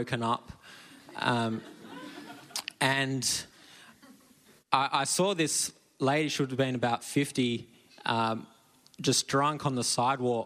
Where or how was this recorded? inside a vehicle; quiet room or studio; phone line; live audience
live audience